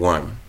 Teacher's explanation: You know, we might think that we're saying one, but very often we're saying one, and we're not making the N sound